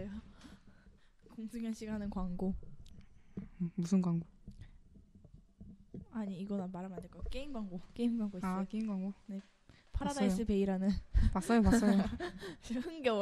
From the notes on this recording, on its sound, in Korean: 오늘 녹음중에 마이크가 떨어지는 사고가 있어서 잡음이 많이 있으니 감안하고 들어주세요!